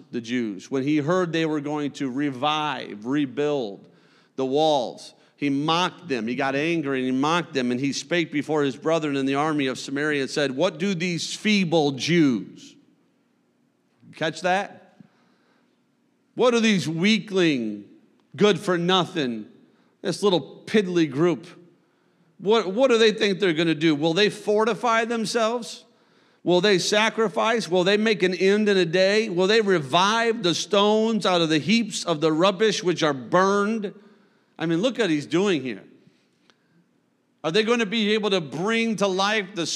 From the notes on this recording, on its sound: a service recording from Connect Point UPC